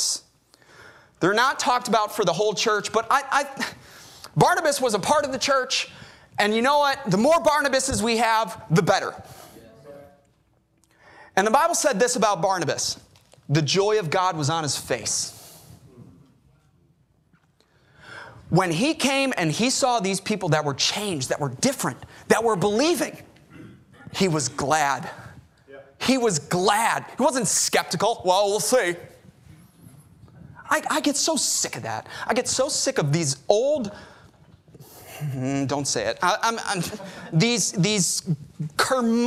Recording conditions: large echoing room